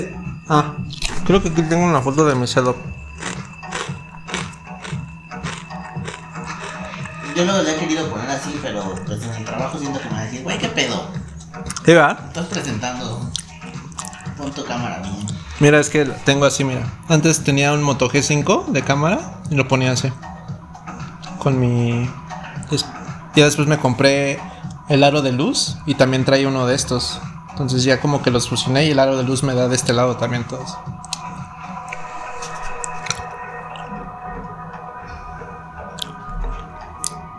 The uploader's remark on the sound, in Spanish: ¿Y si grabamos lo de la peda, salieron temas bien chidos? Un poco de música Lo-Fi y platica sin sentido. Precaución, ruido de botaneo regular, puede llegar a molestar a algunos usuarios.